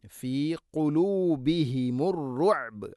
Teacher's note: അതുപോലെ അറുഅബ് ബാഇനെ ഖൽഖല ചെയ്തുകൊണ്ട് അഥവാ ശരിക്കും കേൾക്കുന്ന രൂപത്തിൽ വഖഫ് ചെയ്യണം